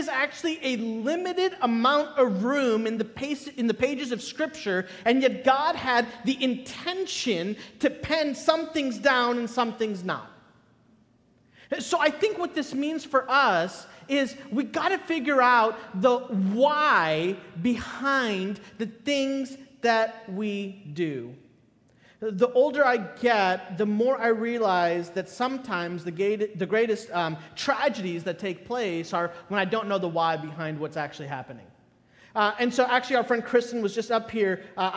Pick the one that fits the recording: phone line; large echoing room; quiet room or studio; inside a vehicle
large echoing room